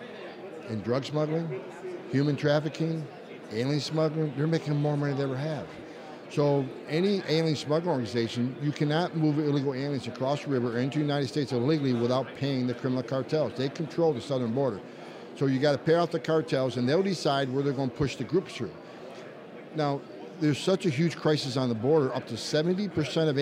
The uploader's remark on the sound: join the show from the Conservative Political Action Conference